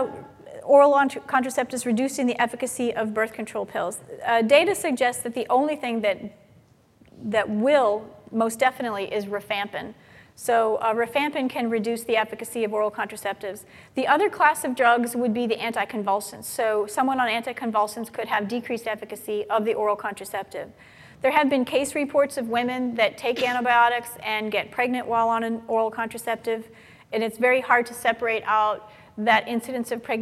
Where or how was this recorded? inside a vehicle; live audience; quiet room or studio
live audience